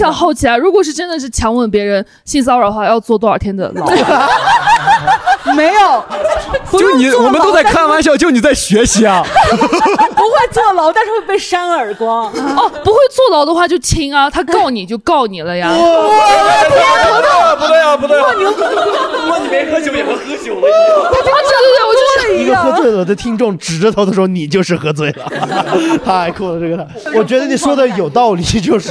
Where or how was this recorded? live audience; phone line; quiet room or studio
live audience